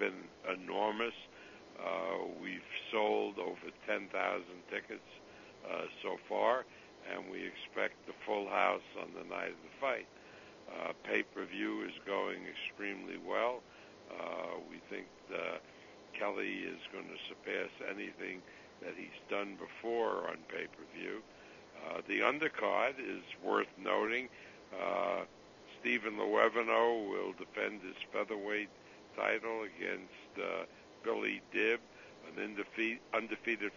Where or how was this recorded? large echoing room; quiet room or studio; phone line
phone line